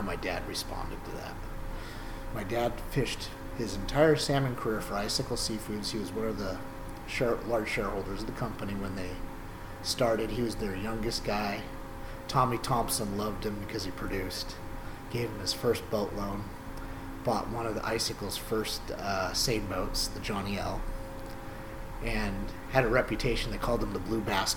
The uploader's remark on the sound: forgive the background Hydraulic Noises.